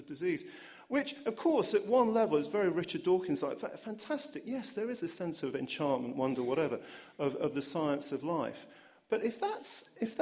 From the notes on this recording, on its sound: Questions from the audience